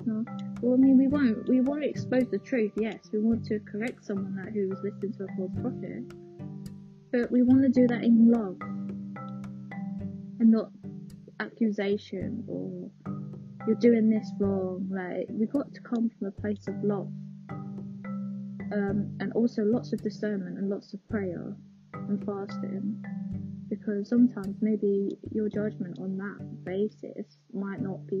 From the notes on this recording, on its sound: Sorry the quality is rubbish I was recording through my headphones again